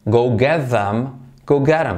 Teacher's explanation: La T de get se convierte en R suave. Se omite la TH de them.